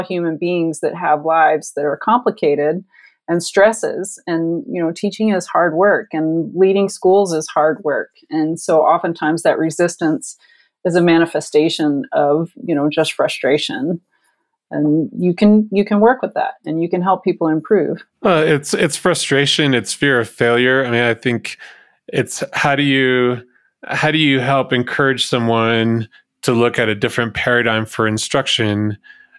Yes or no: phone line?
no